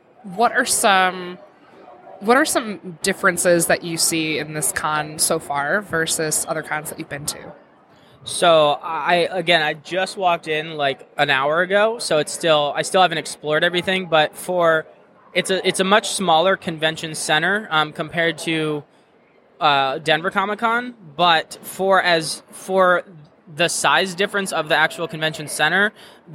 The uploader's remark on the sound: Live at Grand Rapids Comic Con.